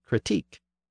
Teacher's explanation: Critique came in over a century later, and it retains its original stress on the final syllable.